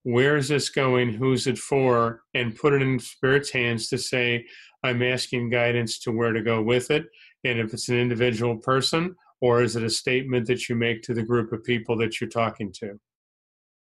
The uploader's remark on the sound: Spiritual Development Class held online via zoom.